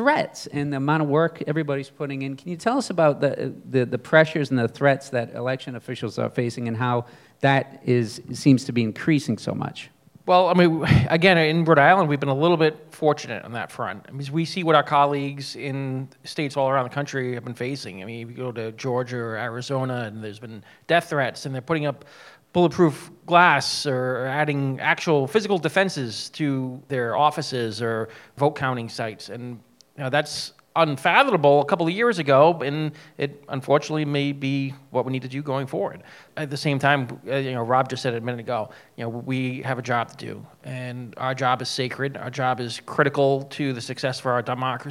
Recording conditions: busy venue